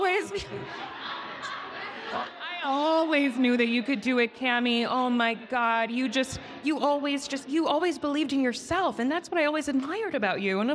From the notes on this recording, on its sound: Tune in for a LIVE episode of Naked Beauty, coming straight from the annual EveryStylishGirl Sip N’ Slay event in LA! Tune in for a LIVE episode of Naked Beauty, coming straight from the annual EveryStylishGirl Sip N’ Slay event in LA!